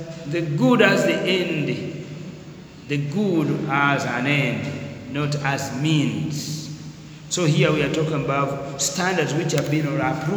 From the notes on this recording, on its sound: Discussed during a lecture